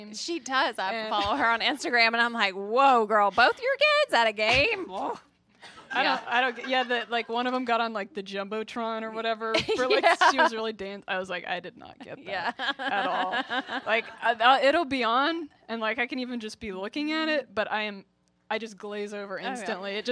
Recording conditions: busy venue